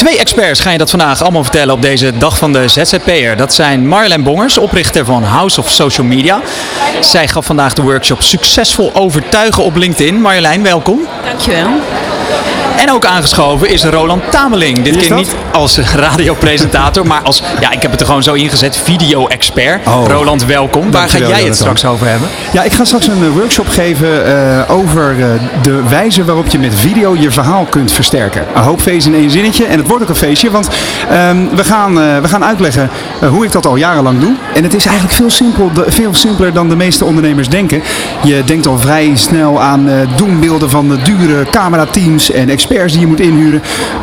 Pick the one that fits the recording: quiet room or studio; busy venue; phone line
busy venue